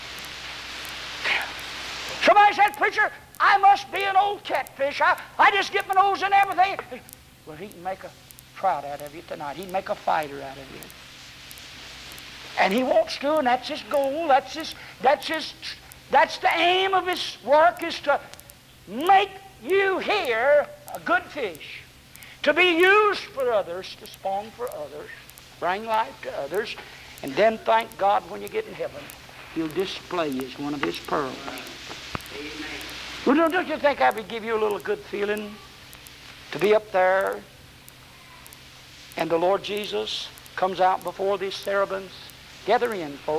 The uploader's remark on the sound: preached this in 1978 on a Sunday night at White Plains Baptist Church